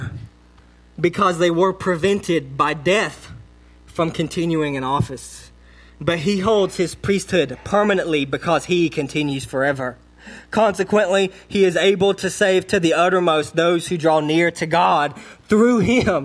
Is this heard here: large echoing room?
yes